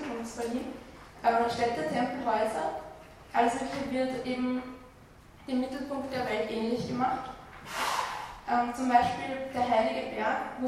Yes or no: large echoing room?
yes